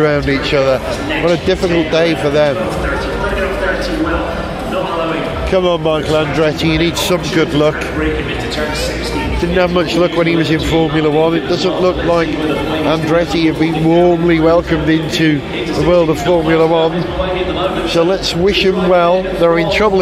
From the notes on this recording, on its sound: Attend the 2023 London ePrix in Excel, Docklands. We capture the sound of the cars, the crowd reaction and the atmosphere in the Fan Zone.